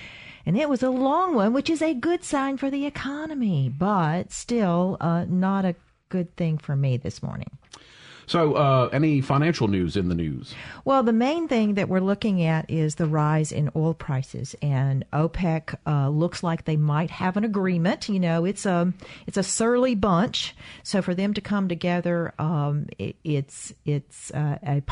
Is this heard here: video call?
no